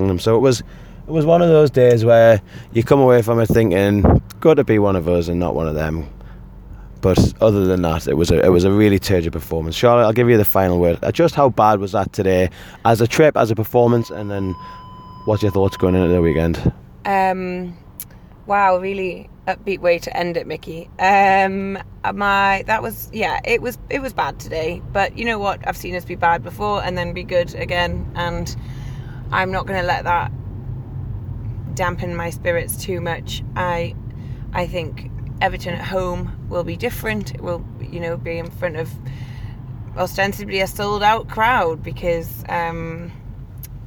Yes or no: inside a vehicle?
yes